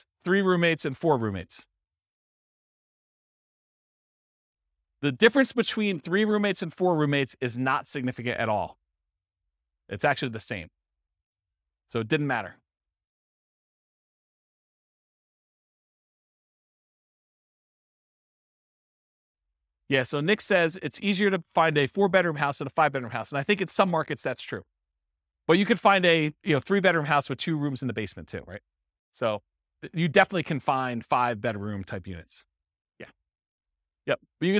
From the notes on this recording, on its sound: This was a live class recorded